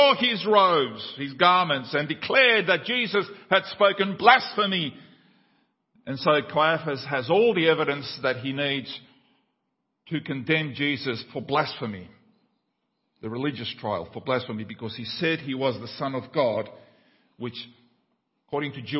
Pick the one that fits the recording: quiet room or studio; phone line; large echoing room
large echoing room